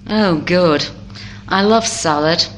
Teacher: Falling intonation and therefore the impression is negative and sarcastic.